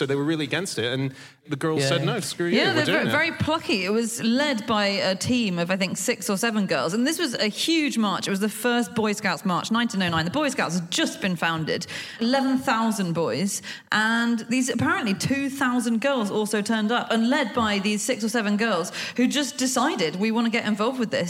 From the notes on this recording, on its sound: Live from Newcastle